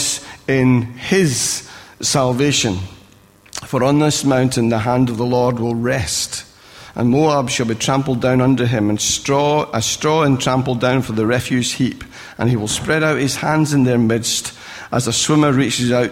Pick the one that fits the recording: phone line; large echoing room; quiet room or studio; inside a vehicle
large echoing room